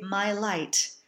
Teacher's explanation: This is also true of the diphthong that sounds like I. In English, we would say my light, and the diphthong is bright ah to open I.